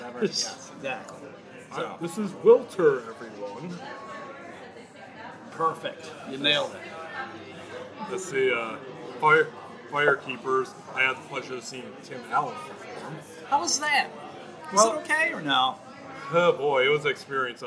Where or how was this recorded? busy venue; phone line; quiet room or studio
busy venue